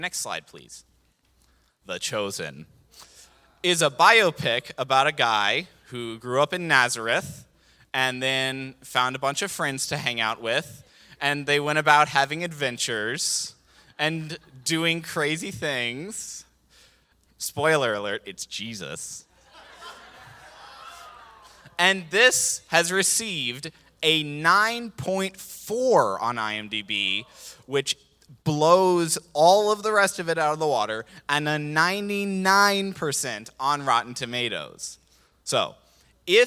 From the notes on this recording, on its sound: This JAT was recorded live on September 25th, 2022 at Newark United Pentecostal Church.